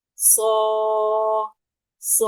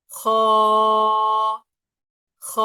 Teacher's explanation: المستعلي المطبق هو أشد تفخيما من حرف الاستعلاء المنفتح · Term: التفخيم